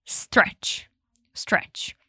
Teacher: Repara aqui que a gente não coloca um som de i no começo e fala e stretch. Pelo contrário, a gente fala stretch.